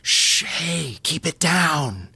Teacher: You get that sort of stage whisper where you're creating the illusion of whispering, but without actually lowering your volume, so the whisper can be heard in the back row of the house.